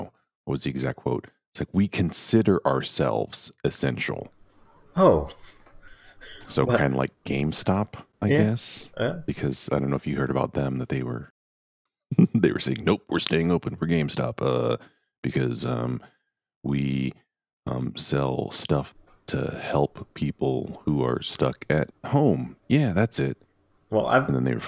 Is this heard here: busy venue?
no